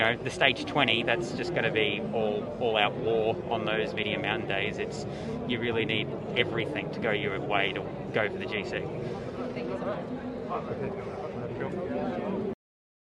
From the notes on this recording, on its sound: live from the Village at the Start of the stage today